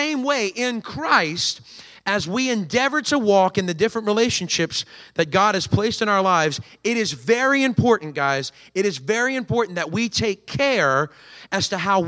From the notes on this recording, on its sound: Recorded on Sunday, October 1st, 2023, during service at The Anchor Church in Rockport, Maine.